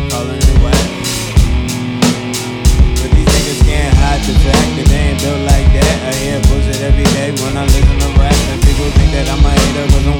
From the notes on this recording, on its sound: These tracks were recorded and performed live in Washington, DC at the Howard Theater location inside the hip hop legendary clothing store, Grindstone Universal.